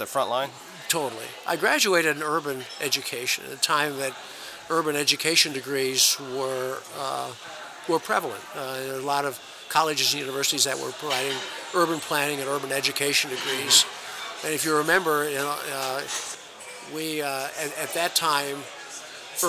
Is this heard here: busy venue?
yes